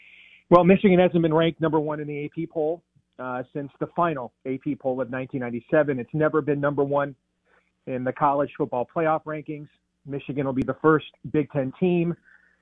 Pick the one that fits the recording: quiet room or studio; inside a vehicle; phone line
phone line